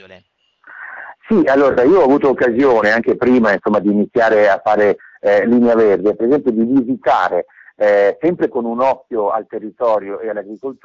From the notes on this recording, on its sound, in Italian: al telefono